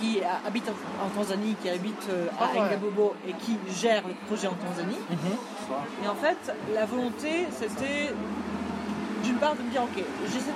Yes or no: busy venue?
yes